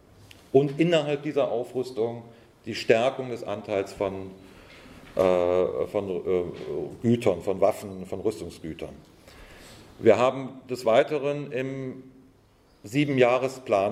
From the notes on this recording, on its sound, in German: Vortrag auf der Konferenz «70 Jahre: Kein Frieden mit der NATO» der Rosa-Luxemburg-Stiftung in Frankfurt am 31.